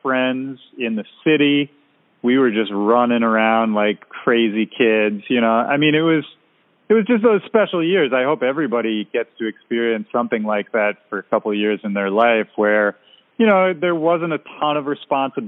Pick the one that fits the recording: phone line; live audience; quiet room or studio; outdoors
phone line